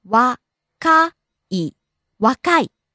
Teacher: Rising on the second syllable ka and falling on the last syllable i.